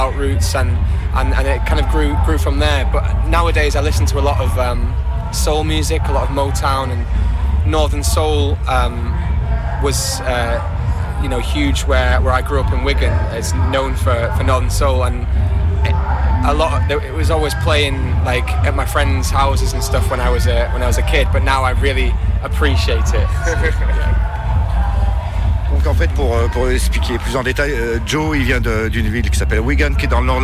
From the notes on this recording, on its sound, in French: Radio Canut. Réalisée au Festival Dubcamp 2022.